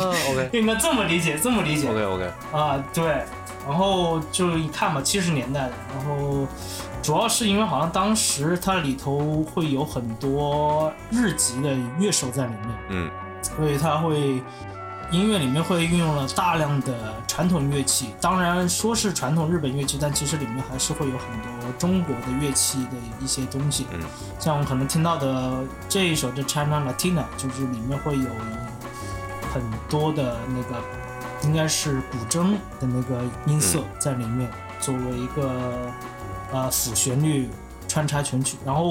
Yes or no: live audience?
no